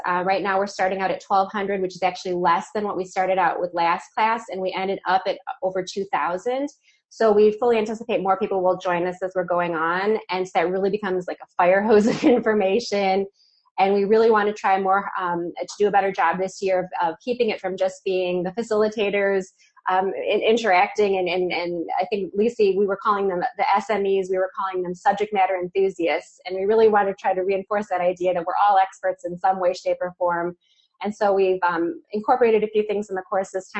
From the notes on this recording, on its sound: This Designers for Learning webinar was the first live session.